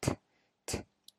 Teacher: 我们发 T 的时候，舌尖顶到上牙床，T，有个爆破音出来是吧？ T，T。但是现在我们这个 T 不把爆破音爆出来，瑞